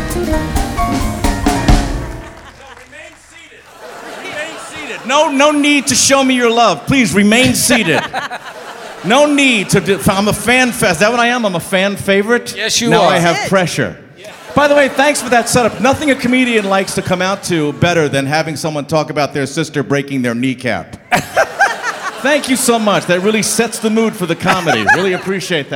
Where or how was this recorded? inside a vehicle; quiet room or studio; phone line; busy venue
busy venue